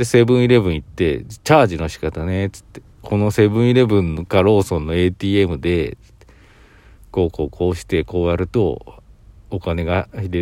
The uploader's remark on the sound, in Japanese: コインランドリーの駐車場で収録しました。